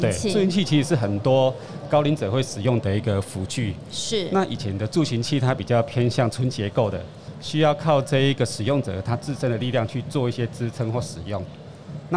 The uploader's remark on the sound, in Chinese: 2022 Medical Taiwan台灣國際醫療暨健康照護展 -Live Podcast